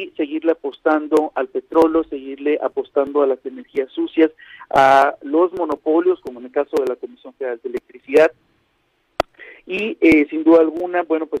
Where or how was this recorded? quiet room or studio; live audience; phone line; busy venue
phone line